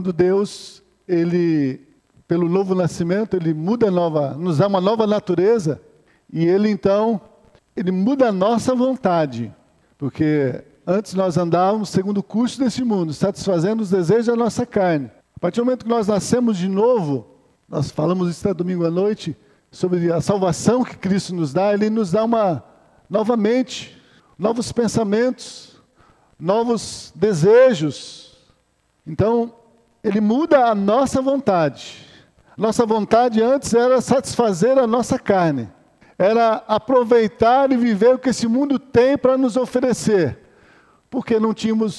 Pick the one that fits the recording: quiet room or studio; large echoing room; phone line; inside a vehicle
large echoing room